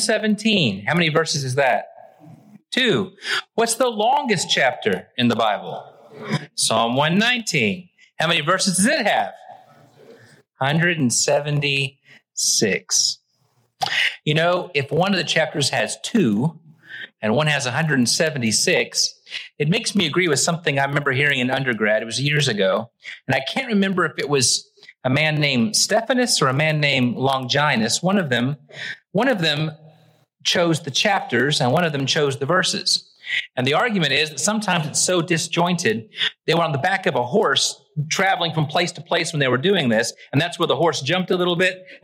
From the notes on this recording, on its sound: Originally preached at the West Side Church of Christ (Searcy, AR) on April 30, 2023.